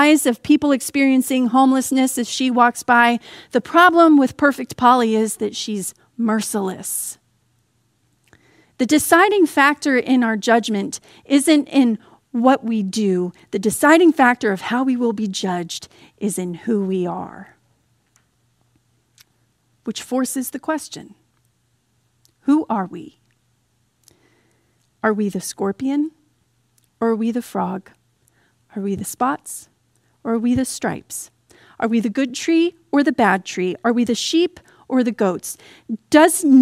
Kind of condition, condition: setting, large echoing room